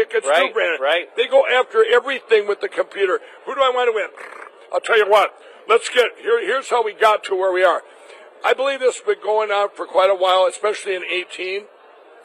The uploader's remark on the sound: Live From CPAC